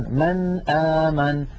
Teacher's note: فيقرع اللسان مخرج النون عند الهمزة ولا يتأثر بمجاورتها أبدا · Term: إظهار النون الساكنة